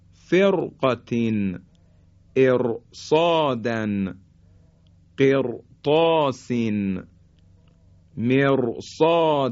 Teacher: بعد از راء ساکن یکی از حروف استعلا اومده، در اینجا دیگه باز حرف را تفخیم میشه · Term: تفخیم حرف را